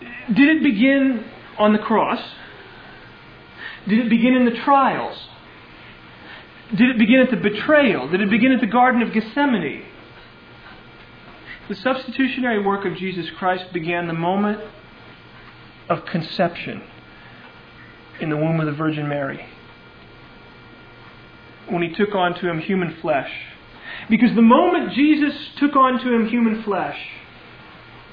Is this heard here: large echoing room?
yes